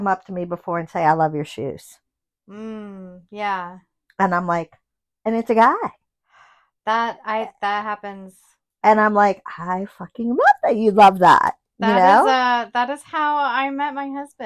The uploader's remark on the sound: We’ve got some funky audio in this one.